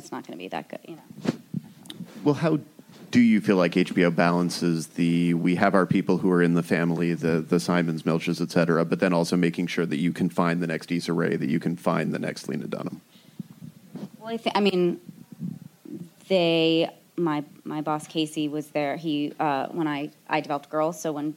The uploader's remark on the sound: Recorded at ATX Television Festival